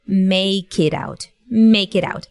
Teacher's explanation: the K sound from make gets linked to the following word · Term: connected speech